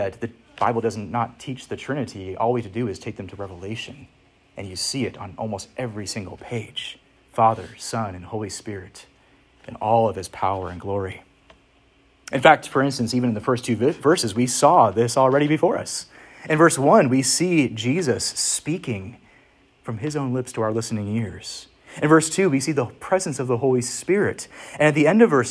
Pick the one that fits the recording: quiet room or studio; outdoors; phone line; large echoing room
large echoing room